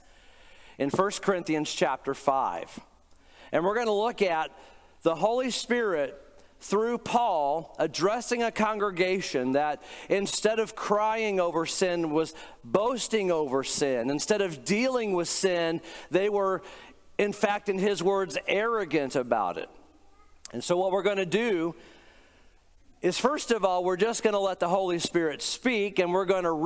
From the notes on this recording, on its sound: Today’s podcast is a recent sermon I preached